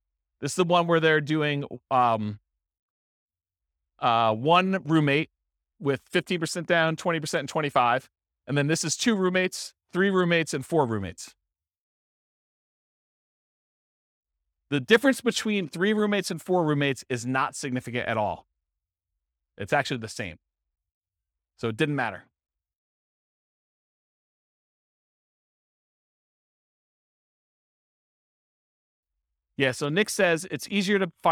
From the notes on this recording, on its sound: This was a live class recorded